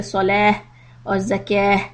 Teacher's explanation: if you have to take a breath and any of these words like salata, you say salah or zakah, make them into ha sounds